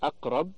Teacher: فإن كان ما قبلها مفتوحا نحو أقرب كانت قريبة إلى الفتح، وإن كان ما قبلها مكسور النحو اقرأ كانت قريبة إلى الكسر، وإن كان ما قبلها مضموم النحو اقتلوا كانت قريبة إلى الضم. · Term: القلقلة